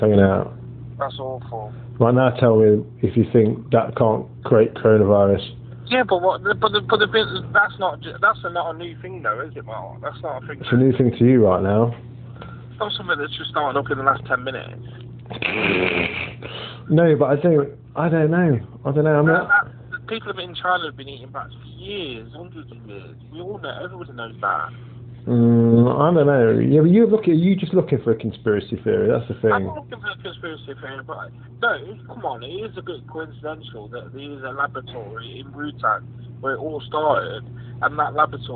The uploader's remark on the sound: Corona Call. The only way back through this lockdown is via the good old telephone calls it appears.